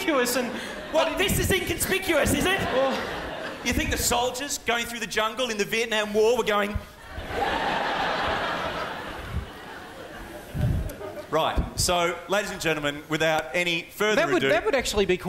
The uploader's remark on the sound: final performance - 2006 Melbourne International Comedy Festival Gala